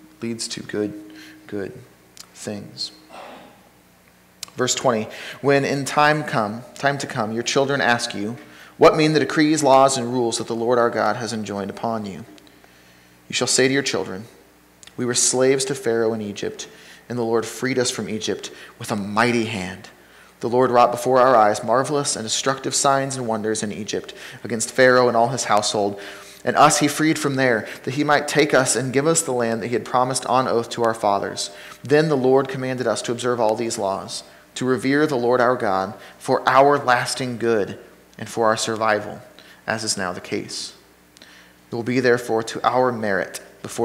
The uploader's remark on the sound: Sermon from Ninth Street Christian Church